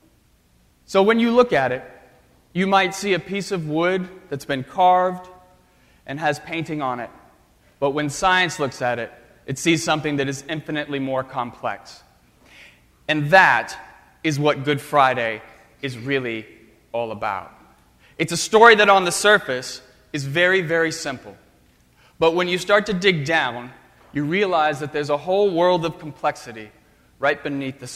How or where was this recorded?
large echoing room